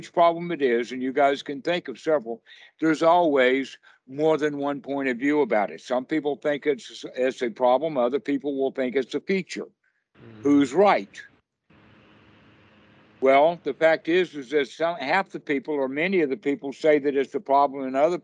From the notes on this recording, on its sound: skype calls